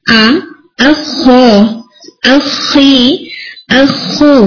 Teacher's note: جیسے اخو، اور جب آپ بولیں گے تو اس میں اس چیز کا دھیان رکھیں کہ جو پہلے حمزہ آ رہا ہے وہ آپ کا ہیوی نہیں ہونا چاہیے · Term: ہیوینس